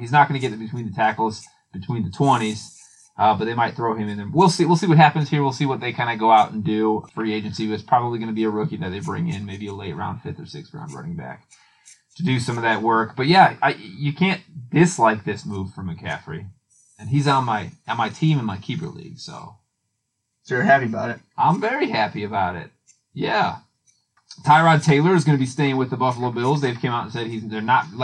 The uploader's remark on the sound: Tripped on a wire and fucked up the audio quality.